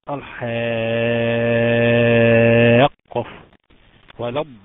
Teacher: ست حركات، وسموه لازم لان لازم تمد ست حركات، لازم لزوما ان تمد الصوت ست حركات · Term: المد اللازم الكلمي المثقل